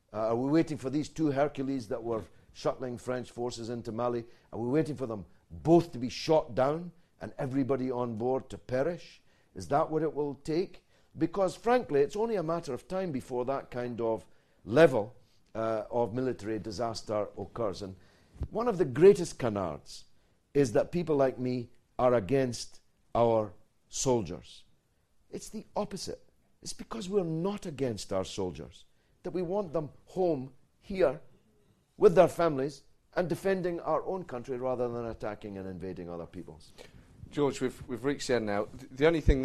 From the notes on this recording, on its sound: Recorded live at the St James Theatre.